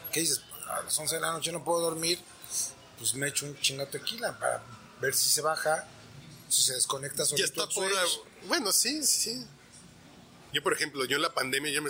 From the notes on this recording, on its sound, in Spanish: Al viejo estilo de la grabadora sobre la mesa. En una escapada exprés a Casa Regia y sin más planeación que unos deliciosos tacos de lechón grabamos.